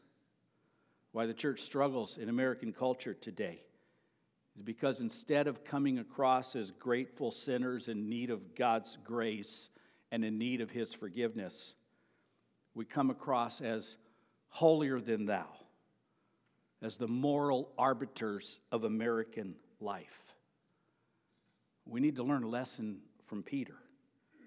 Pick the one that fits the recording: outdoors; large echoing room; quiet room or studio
large echoing room